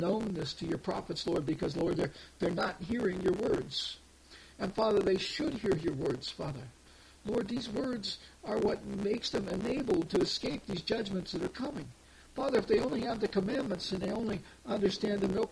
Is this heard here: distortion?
yes